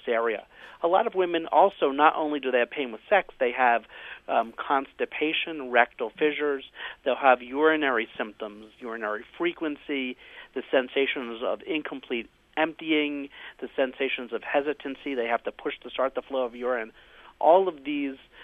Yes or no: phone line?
yes